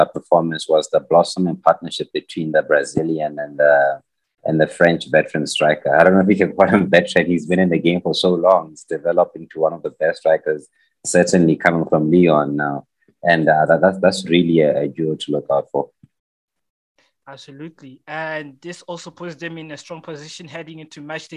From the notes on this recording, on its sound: Apologies for the technical mishaps.